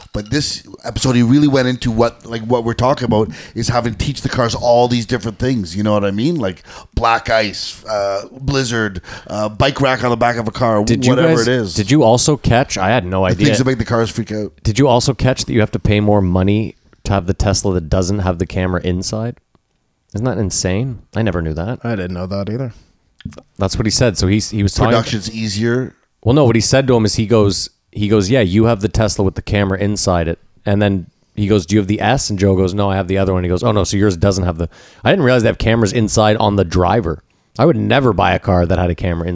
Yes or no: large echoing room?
no